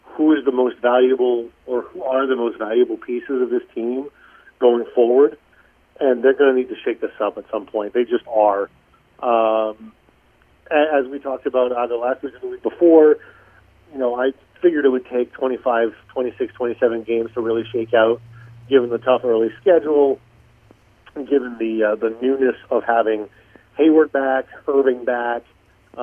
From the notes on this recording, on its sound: calls in to the B-List Daily